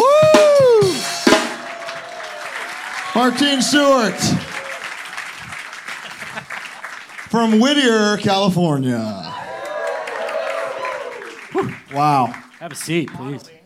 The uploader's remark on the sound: Live at Brain Dead. In the first ever LIVE HardLore in the USA. This 2 hour live special from BRAIN DEAD STUDIOS in Hollywood, California. Everybody in attendance for showing up.